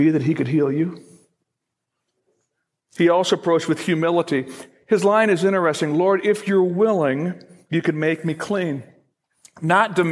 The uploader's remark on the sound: Originally recorded April 30, 2017, at Fellowship Missionary Church, Fort Wayne, IN.